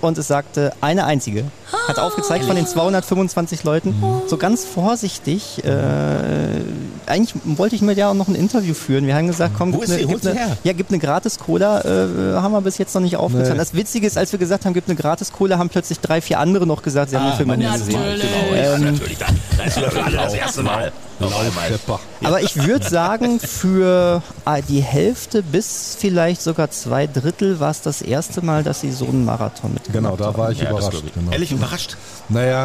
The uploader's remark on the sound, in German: Über 200 Harry Potter-Fans bei Film-Marathon dabei. Die neunte Folge des Cinetalks haben unsere Podcaster dieses Mal nicht im Studio aufgenommen, sondern mitten im Foyer des Cineplex Hamm - und zwar während des großen Harry-Potter-Film-Marathons!